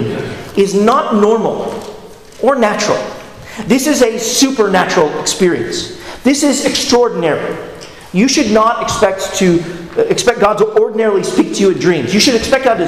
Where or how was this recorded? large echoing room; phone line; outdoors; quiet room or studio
large echoing room